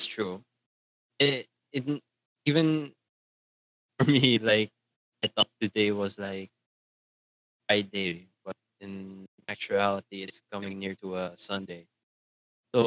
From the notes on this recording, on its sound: Due to fluctuating signals at the time recording of the video did affect the quality of the voices, apologies I could not fix it at post.